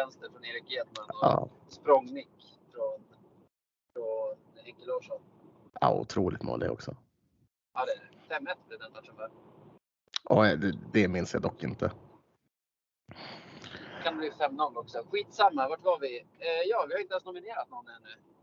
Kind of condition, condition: setting, inside a vehicle